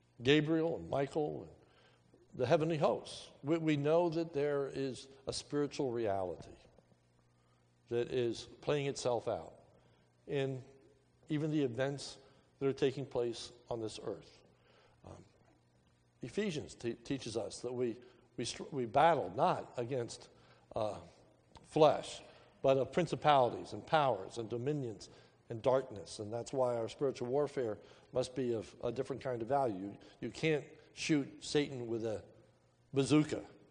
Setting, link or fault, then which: setting, large echoing room